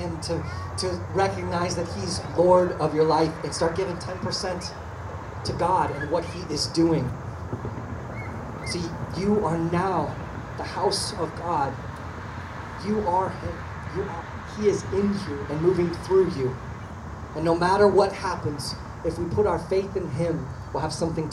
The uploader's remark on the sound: Outdoor Baptisms. We apologize for the audio as we were outside and dealing with some technical difficulties.